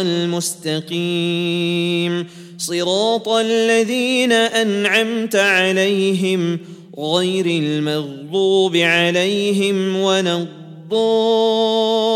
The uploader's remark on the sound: at the Houghton Masjid (West Street)